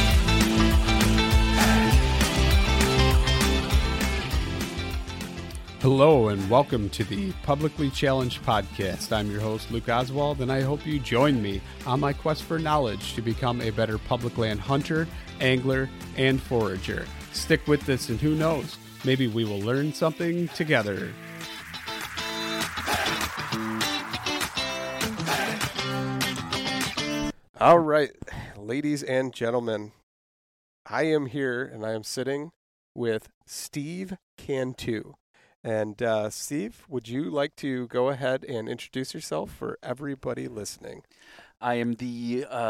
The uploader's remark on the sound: We sat in a park at a picnic table